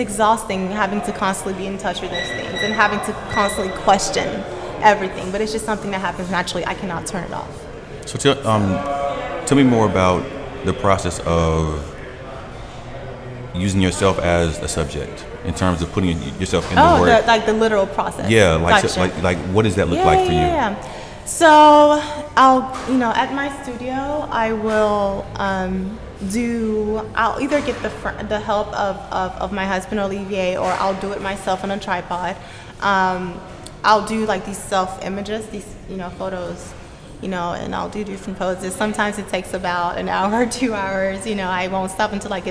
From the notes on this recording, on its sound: Recorded live at Gallery 72